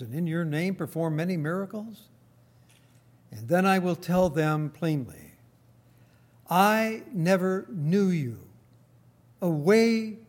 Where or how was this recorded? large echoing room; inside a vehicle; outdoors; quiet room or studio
large echoing room